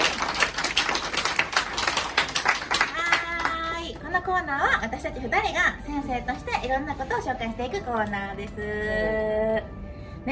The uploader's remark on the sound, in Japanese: 番組初の公開収録が開催されました